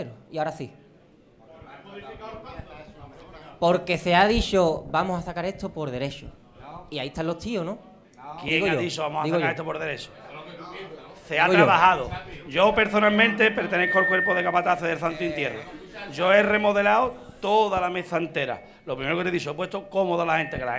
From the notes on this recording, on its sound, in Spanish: Semana Santa 2023 en Chiclana realizado en directo desde laTasca el 22.